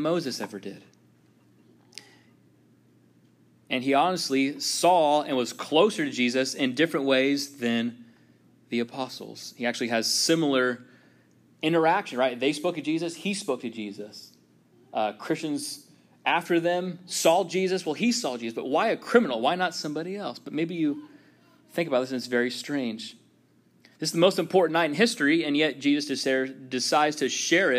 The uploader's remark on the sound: This sermon was first preached at Union Baptist Church in Orrick MO on 04-07-23.